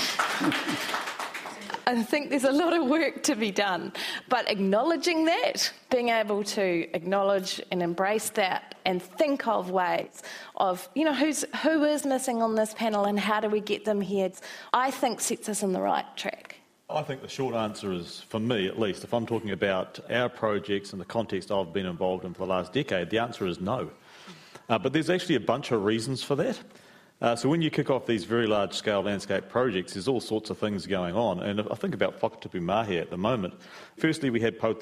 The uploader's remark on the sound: A panel discussion. With five experts in pest biology and large scale eradication porjects.